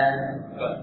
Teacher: B adalah jahr. Jadi diusahakan tidak ada nafas yang mengalir. Juga syiddah. Syiddah ini tekanan pada makhraj kuat.